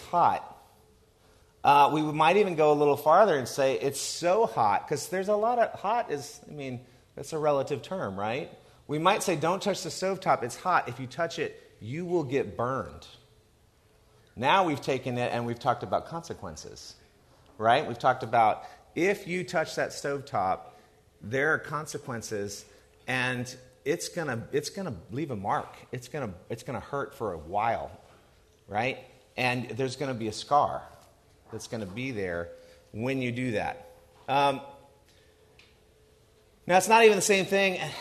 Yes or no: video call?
no